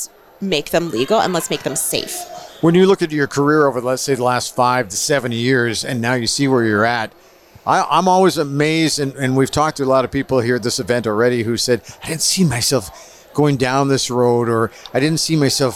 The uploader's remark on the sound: This podcast episode was recorded live at GO WEST® 23 and produced by Road 55 . GO WEST®, Canada's Event For Event Professionals.